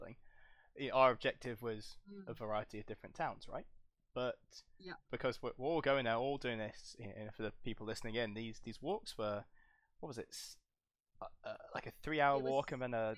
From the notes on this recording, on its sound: Audio isn't great on this. Have attempted to "fix" it but will still dip/pop occasionally.